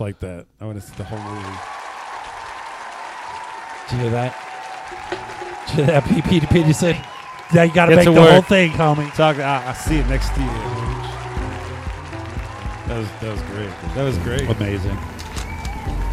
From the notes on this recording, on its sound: Filmed in front of a live Studio Audience.